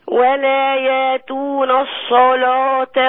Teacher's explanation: الصلاة اللام هنا مغلظة